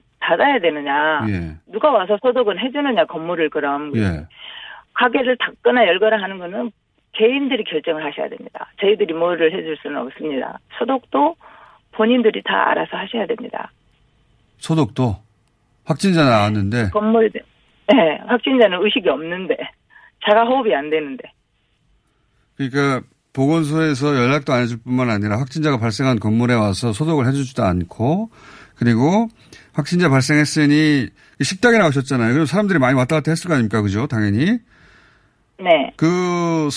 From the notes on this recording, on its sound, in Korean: 전화연결